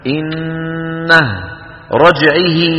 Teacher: أما إن وقفنا فنقف بالهاء الساكنة